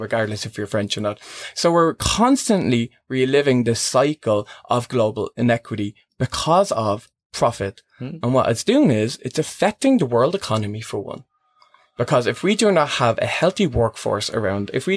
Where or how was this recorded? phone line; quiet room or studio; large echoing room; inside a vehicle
quiet room or studio